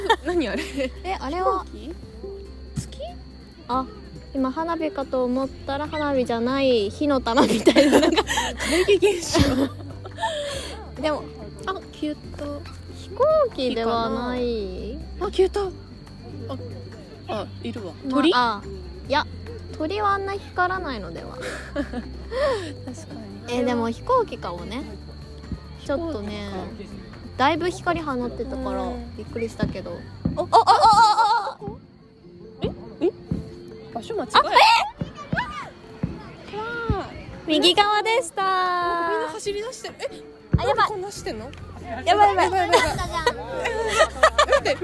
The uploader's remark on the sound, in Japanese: 花火見ながら配信。今回は夜に集合して花火を見にきました！花火の音小さめ、私達の声大きめ、周りの声も多め。